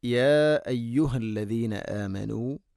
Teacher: നാലോ അഞ്ചോ ഹർക്കത്ത് വരെ നീട്ടാവുന്ന മദ് · Term: മദ് മുൻഫസിൽ